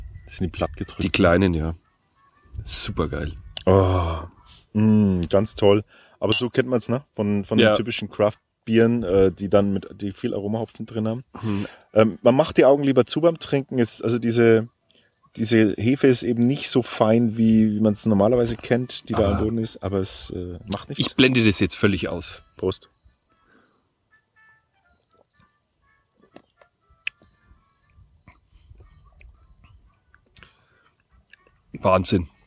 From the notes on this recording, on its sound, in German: Sitzen wir bei dieser Aufnahme im Freien zwischen Strohblumen und Klee und lassen uns die Sonne auf den Pelz scheinen.